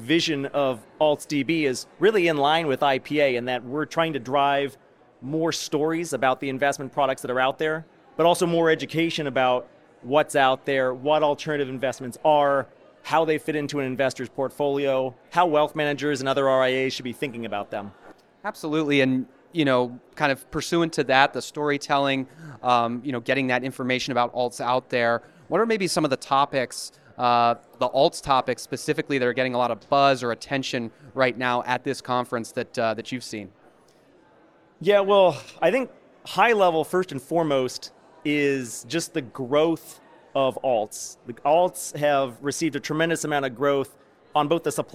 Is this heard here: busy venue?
yes